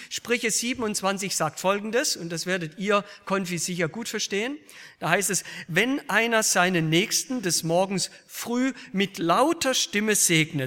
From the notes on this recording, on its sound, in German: aus dem Gottesdienst der Liebenzeller Mission